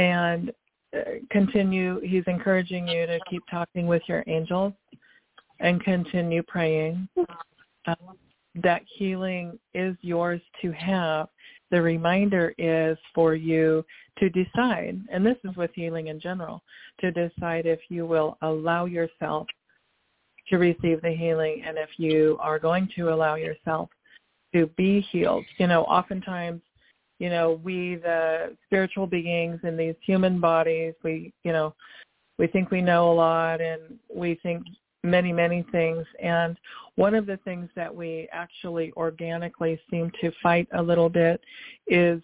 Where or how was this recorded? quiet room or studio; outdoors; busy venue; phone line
phone line